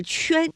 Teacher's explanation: 急的把我叫来，到底有什么事啊？啊，娘娘，哪吒又重生了，你知道吗？您说什么重生？我们的麻烦又来了，又来了！死而复生，真是把龙王气得够呛啊！那今天呢，因为时间的关系，我们先讲到这里，和大家来说一说我们今天的正确答案啊。其实说到这个混和圈呢，大家在读音的时候呢，就可以分得出来，一个是温，一个呢是圈，这是他们韵母的一个区别哈。那如果是发圈的这个口音的时候，口型的变化是比较明显的，因为呢它的这个气流呢是从口腔喷出，嘴唇呢也是由圆到扁逐渐打开的这样的一个过程。而温呢，口型相对比较的圆润的变化幅度呢也没有那么大。从发音的部位上来说，像圈的这个发音部位，我们今天也讲到了，它主要是舌面和硬腭，是舌面的前部和硬腭形成了阻碍发成的音圈